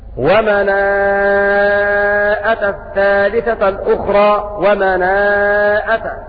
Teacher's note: بالمد أربع حركات لأنه مد متصل. هكذا قرأ ابن كثير.